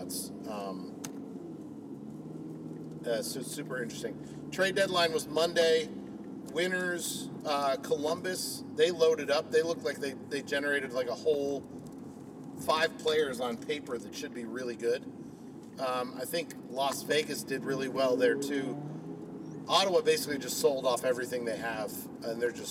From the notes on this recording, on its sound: Record again in the car on the way to the Atlanta United Champions League game out in Kennesaw.